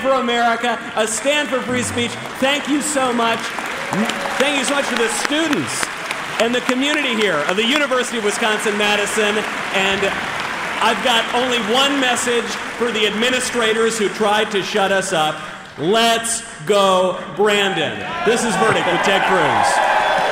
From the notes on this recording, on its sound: LIVE in Madison, WI. Now, they are UW-Madison adjacent and going live on the first stop of the 2021 Young America's Foundation campus tour.